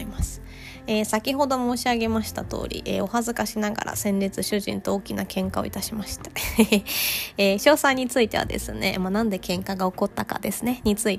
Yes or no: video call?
no